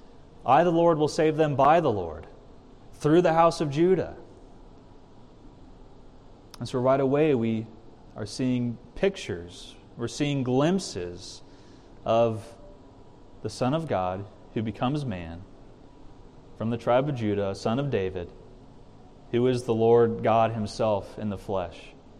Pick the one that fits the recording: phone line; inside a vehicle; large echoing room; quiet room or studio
large echoing room